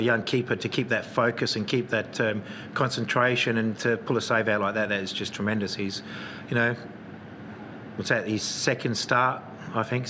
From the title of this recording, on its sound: Post-Match Press Conference